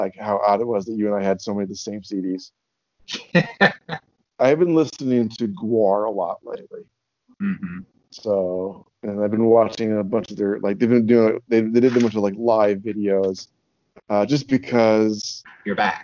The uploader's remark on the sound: Then his landline phone rings. Apologies for the sound. My mic cuts out a lot.